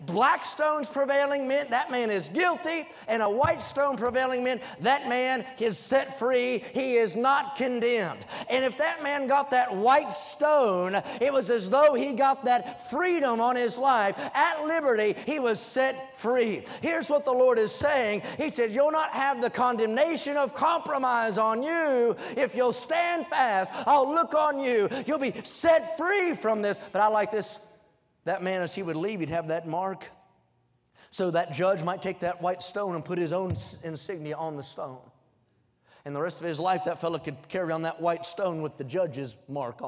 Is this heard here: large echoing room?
yes